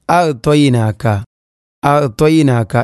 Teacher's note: ത്വ എന്നതിൻ്റെ മഹ്റജ് മാറി ത വരുന്നു